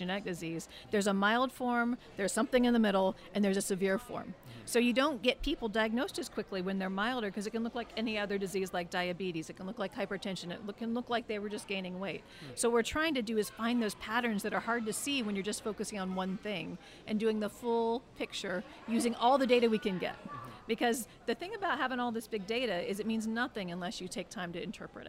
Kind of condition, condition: setting, busy venue